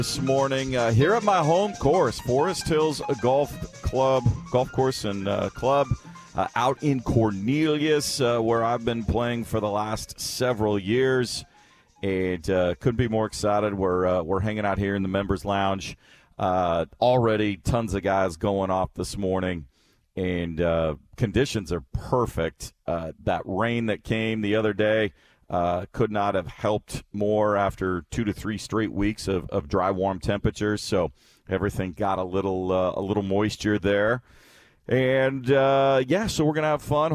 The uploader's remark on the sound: On location at Forest Hills Golf Course breaking down the biggest merger in golf history.